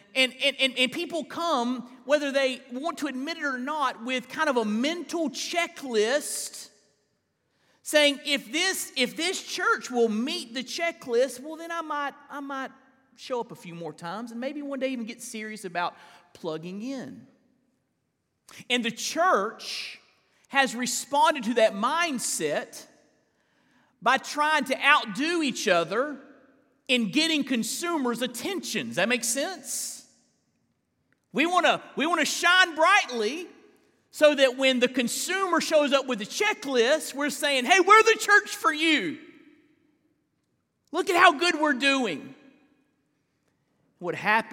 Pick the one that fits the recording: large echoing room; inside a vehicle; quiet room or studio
large echoing room